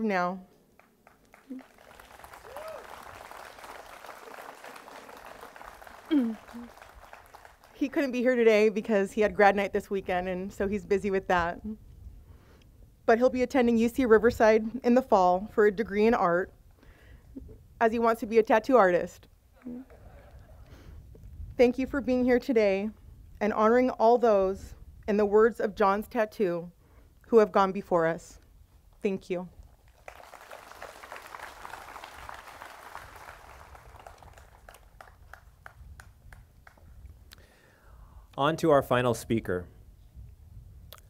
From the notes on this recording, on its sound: We go back to our in-person event held on Memorial Day. This year’s program included live musical entertainment, an honor guard.